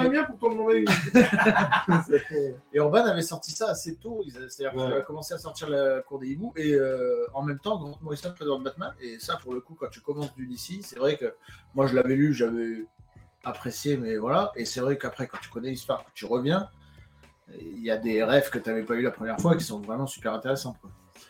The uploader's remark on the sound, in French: APÉRO COMICS #21 à Montpellier. Désolé pour le son de moins bonne qualité qu'à l'accoutumée mais le Setup fut "de voyage" pour cet apéro.